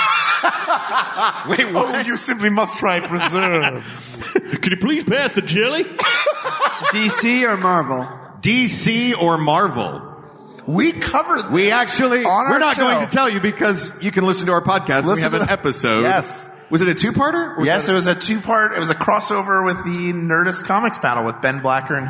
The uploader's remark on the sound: Recorded live at NYCC 2017.